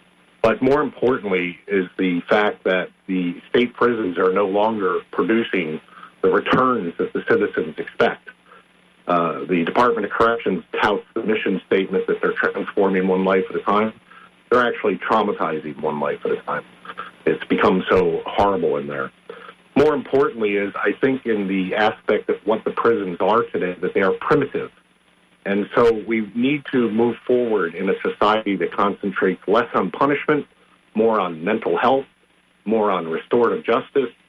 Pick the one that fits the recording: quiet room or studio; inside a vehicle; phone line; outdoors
phone line